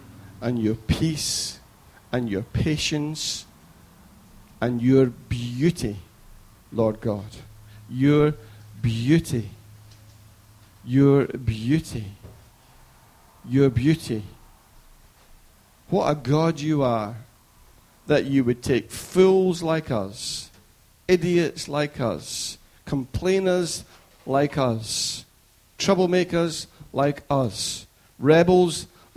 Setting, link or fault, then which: setting, large echoing room